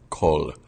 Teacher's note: the L in the word kol is toward the front of the mouth, right behind the upper teeth, kol, as opposed to further back. · Term: far forward L